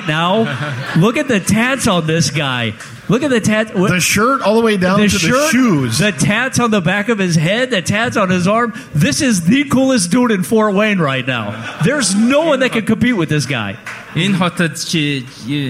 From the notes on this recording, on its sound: Live inside Stan's Room at Piere's.